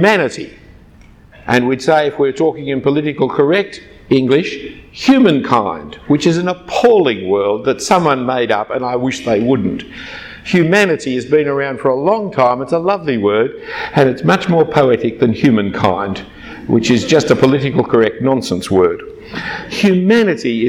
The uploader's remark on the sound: given at a conference on Relationships 2014 at Adam Road Church in Singapore